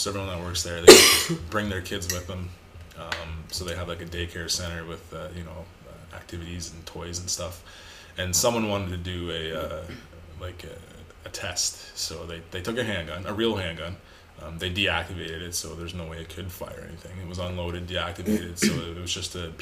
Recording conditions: sounds in the background